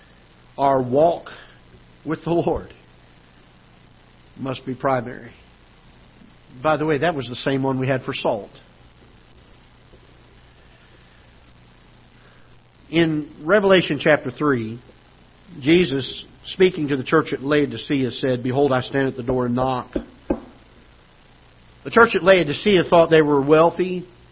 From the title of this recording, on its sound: Ketha Heights Baptist Church ~ Live Broadcast